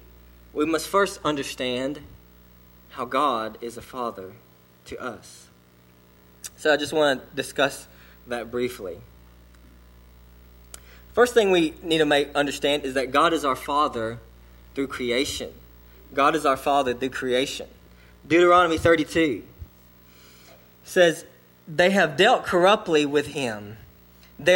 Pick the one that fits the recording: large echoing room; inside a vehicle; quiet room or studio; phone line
large echoing room